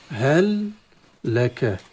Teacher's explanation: لام أدغم في اللام من باب المتماثلين · Term: إدغام